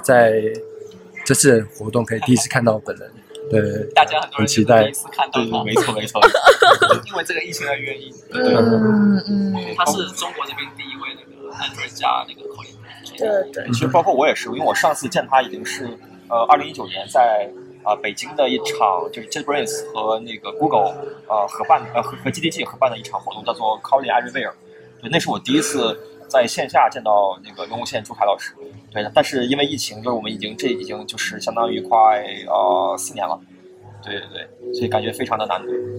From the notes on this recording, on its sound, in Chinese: Google I/O Connect 现场特别篇。于上海参加 Google I/O Connect 大会及 Community Mixer 活动时。其特别之处在于主持人和嘉宾分别来自 4 个不同的城市。于 Google 在上海浦东预订的酒店大堂临时进行了节目录制。